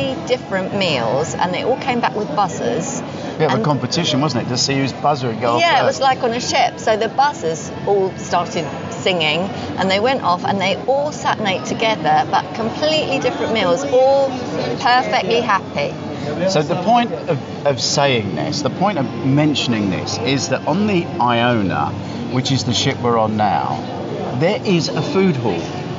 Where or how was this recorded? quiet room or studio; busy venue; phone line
busy venue